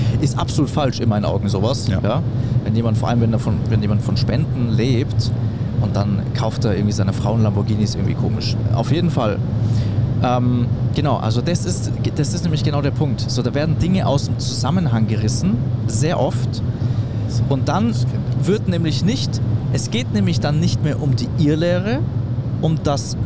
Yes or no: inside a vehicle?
yes